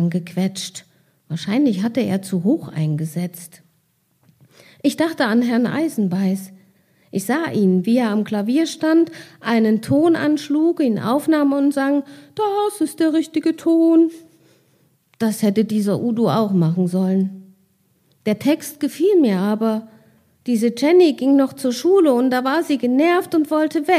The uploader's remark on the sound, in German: Mitschnitt einer Veranstaltung. In der LiteraturEtage der Literarischen Gesellschaft Thüringen in Weimar.